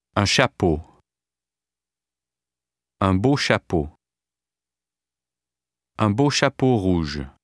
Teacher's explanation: The French rhythm, equal emphasis on all syllables with a slight increase of stress on the final syllable, applies to phrases and short sentences as well.